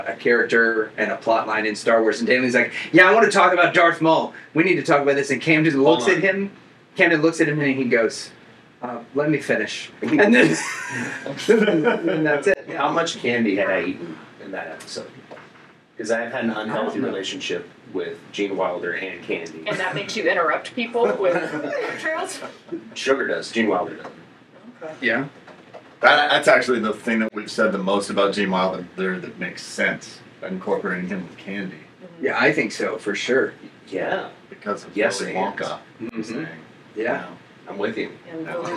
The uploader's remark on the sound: forgot to plug in their mics so the audio quality is questionable